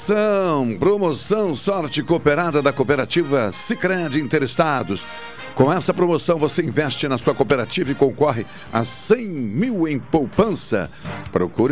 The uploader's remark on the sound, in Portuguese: por telefone